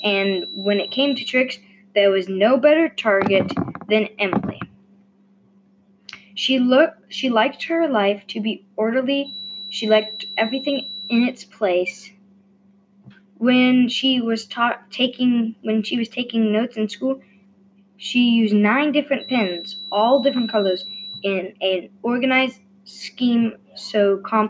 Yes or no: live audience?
no